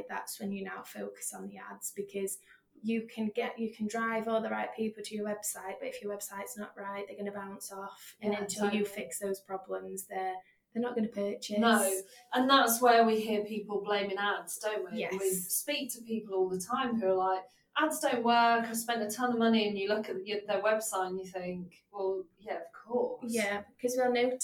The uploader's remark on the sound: This was recorded on the fly so apologies for the slight sound quality issue!